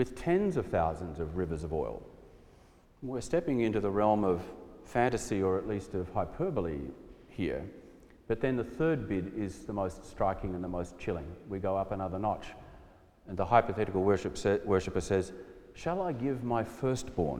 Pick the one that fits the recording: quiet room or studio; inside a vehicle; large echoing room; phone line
large echoing room